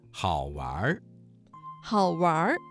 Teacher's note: 这个词当中的玩加了一个卷舌音，形成了儿化音